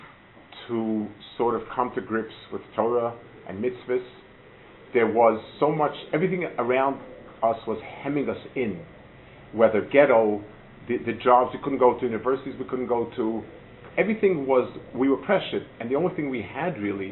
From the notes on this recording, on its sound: Delivered at Gush